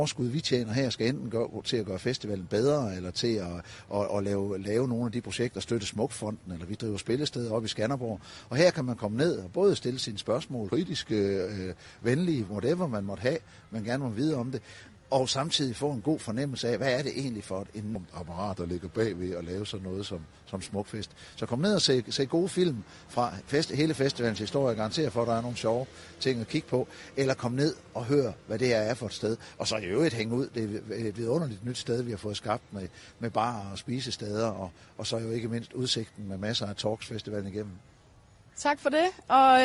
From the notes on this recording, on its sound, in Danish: Ambassaden på Smukfest. Live fra det nye Capriområde på Smukfest.